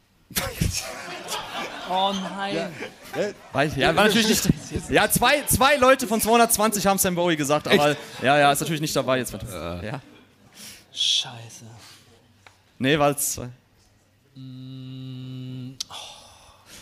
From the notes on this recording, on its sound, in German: Live-Podcast-Show. Gab es zum ersten Mal JTNBA live auf der Bühne, jetzt bekommt ihr den Mitschnitt der zweiten Halbzeit in euren Podcast-Feed! Teil des Live-Mitschnitts.